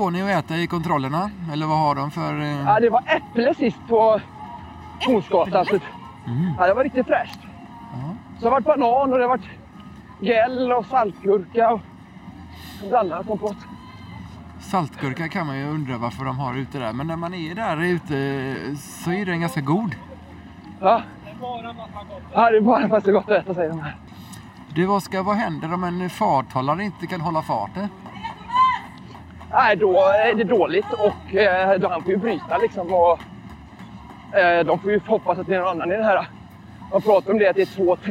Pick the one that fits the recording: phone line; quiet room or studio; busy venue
busy venue